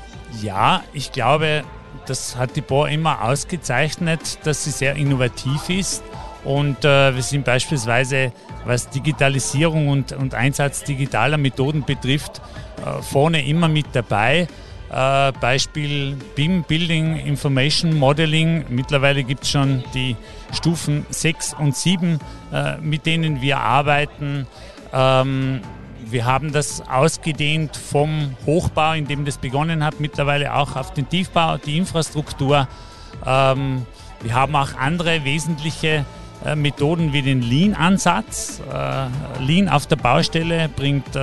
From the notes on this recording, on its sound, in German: Live von der Gewinnmesse. Hier haben wir im 30-Minutentakt die Top-Manager der wichtigsten Unternehmen Österreichs getroffen und an Börsenradio Mikrofon geholt.